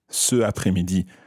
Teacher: it would sound a little bit strange to say ce après-midi and move from the e of ce into the a of après